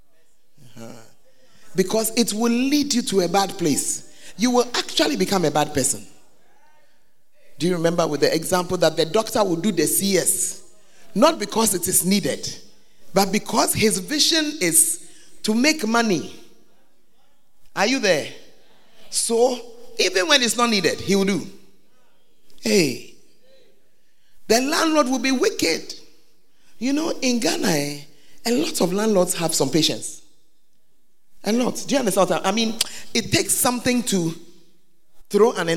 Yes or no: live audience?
yes